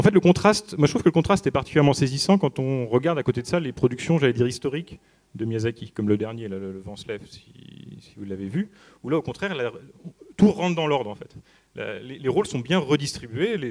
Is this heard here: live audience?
yes